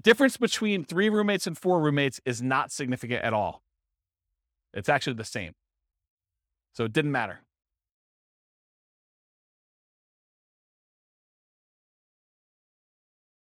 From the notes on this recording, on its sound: This was a live class recorded